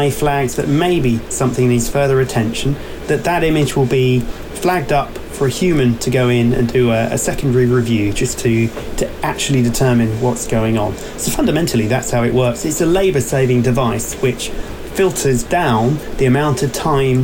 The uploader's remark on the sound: Day One at Highways UK. On a busy Highways Voices from Highways UK 2023 today. In the podcast from Birmingham's NEC.